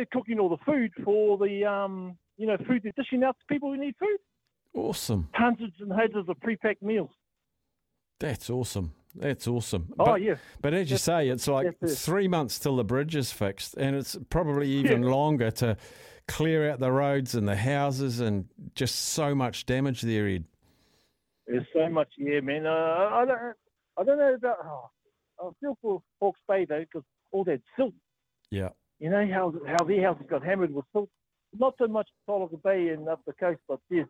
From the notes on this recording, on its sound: the phone lines were open to all listeners